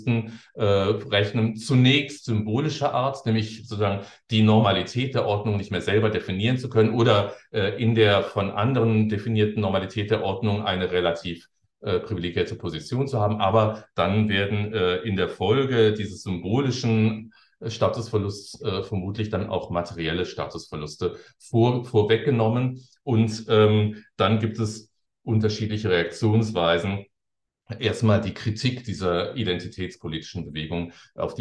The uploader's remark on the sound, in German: Ein Mitschnitt des digitalen Jour fixe der Assoziation für kritische Gesellschaftsforschung (AkG)